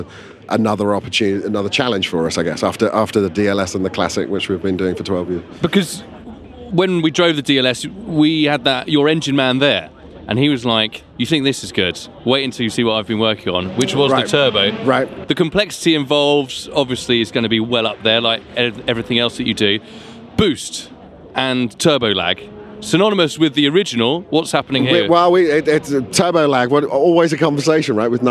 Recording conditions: busy venue